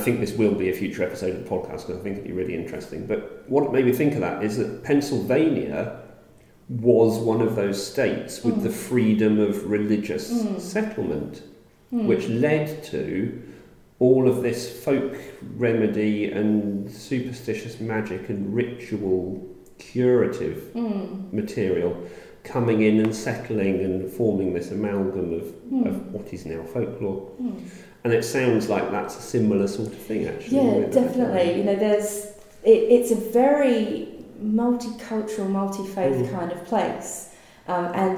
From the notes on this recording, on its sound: Interviews recorded live at the UK Ghost Story Festival in Derby.